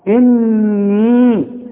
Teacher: يبقى انا هغن النون دي حركتين واليه دي همدها حركتين · Term: الغنة